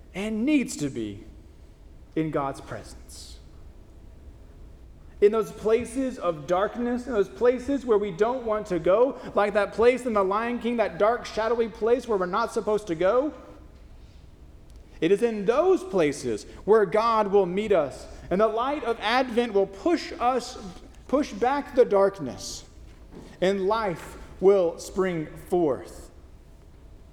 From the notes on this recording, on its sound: First Christian Church (DOC), Longview, Tx